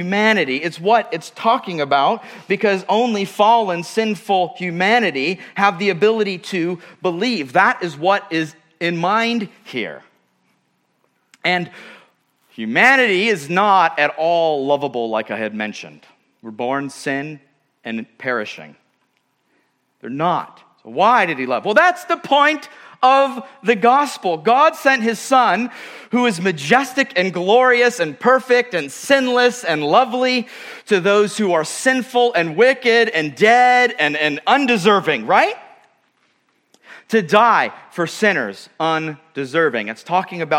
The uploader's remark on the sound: at Murrieta Valley Church in Murrieta, California.